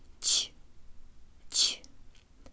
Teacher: Ч is always soft and the tongue is high and forward inside the mouth when we say it. · Term: soft ч